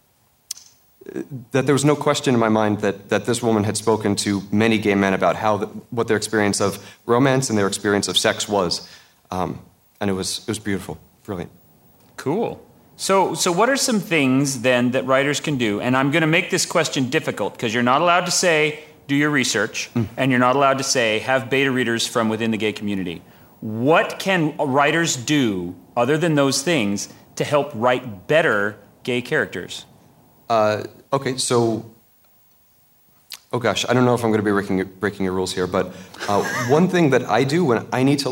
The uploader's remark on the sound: Recorded live at WXR 2017.